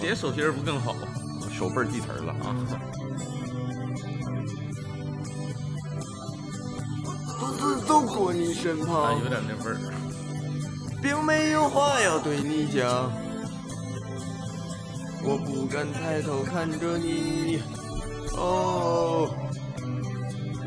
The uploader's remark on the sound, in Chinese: 这一期我俩录制条件有点特别，在公园录的，过程中刮风又下雨的，大家听着可能会有点奇怪